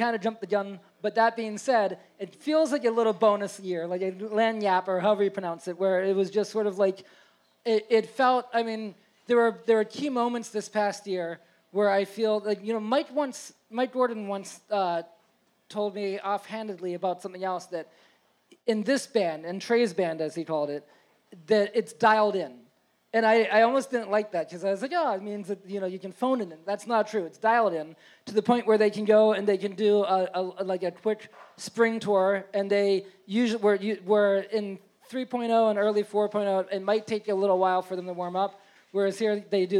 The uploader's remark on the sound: a special episode live from Hill Country in NYC